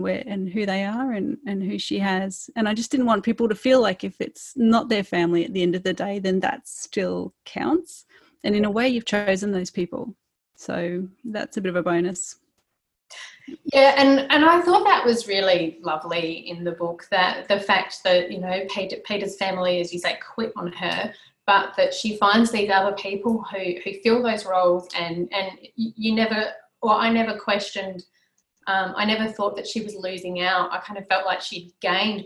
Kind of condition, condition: link, video call